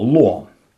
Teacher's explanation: Это «о» является безударным, следовательно, оно редуцируется, то есть звучит мягко, ослабленно и превращается в «а». · Term: слабой редукции